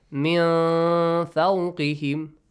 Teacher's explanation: Nun sakin plus fa. Fa is from the rest of the letters, not from these three groups. So you hide the sound of nun sakin. · Term: ikhfa